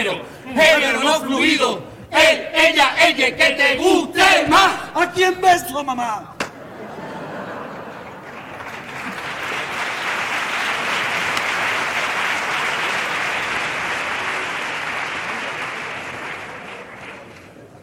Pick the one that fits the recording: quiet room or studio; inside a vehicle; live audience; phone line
live audience